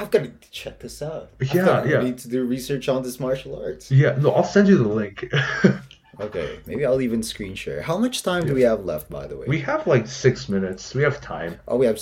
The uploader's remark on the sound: SORRY ABOUT THE AUDIO, I WILL GET A BETTER MIC!